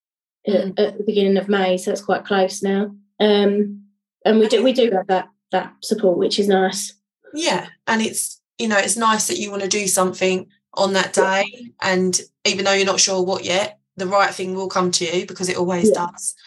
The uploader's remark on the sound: This episode was pre-recorded on zoom.